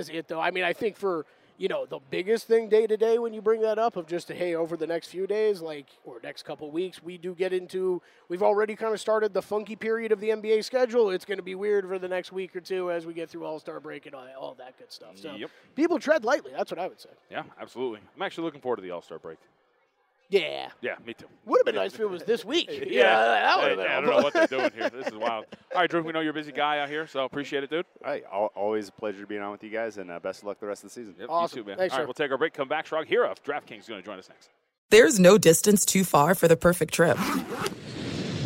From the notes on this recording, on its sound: live from Super Bowl radio row!